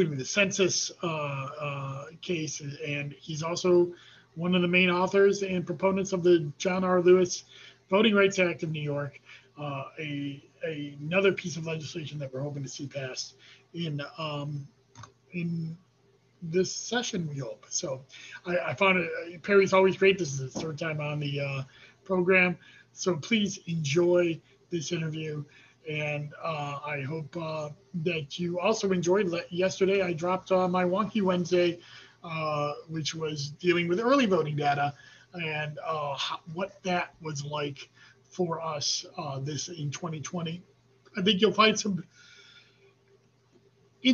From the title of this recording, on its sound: Zoom